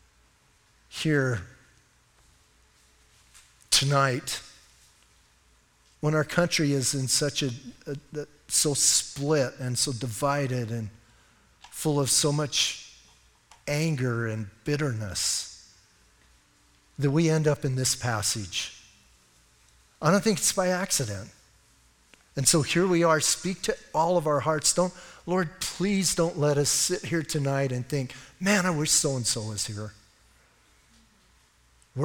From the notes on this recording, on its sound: Audio messages from Calvary Chapel in Sierra Vista